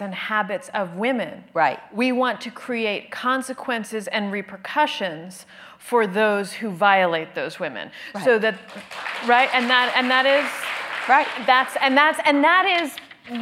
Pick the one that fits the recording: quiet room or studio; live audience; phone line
live audience